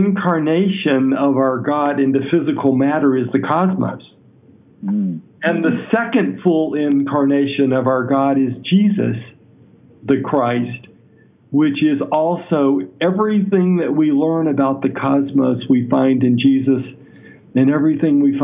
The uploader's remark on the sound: I do a phone interview